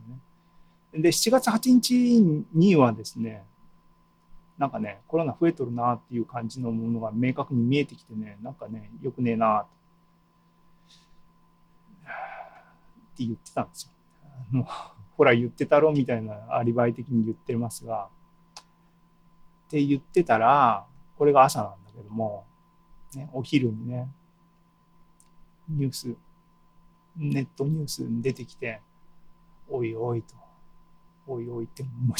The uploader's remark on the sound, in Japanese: ２０２２年７月２７日に開催した ZOOMライブの模様です